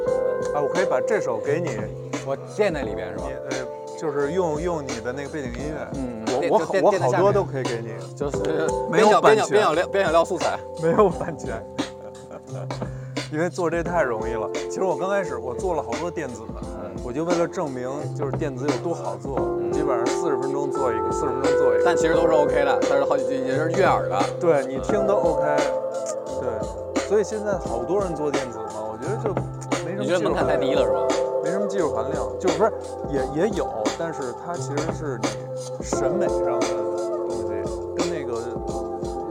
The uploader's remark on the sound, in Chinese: 因为这个系列都是在街头录制，所以全程伴随着街头环境音；音量大小有所起伏， 请注意调节收听音量。本次walk with 路线：小安澜营三条-杨梅竹斜街-大栅栏步行街-鲜鱼口大街-西兴隆街。